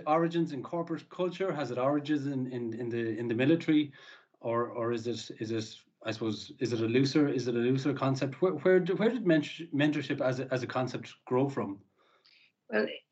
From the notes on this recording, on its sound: over Zoom